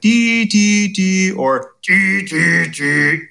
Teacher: It was the same notes, but you can hear the quality of the sound was different. The timbre changed.